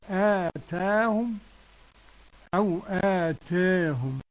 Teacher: قرأ ورش بالفتح والتقليل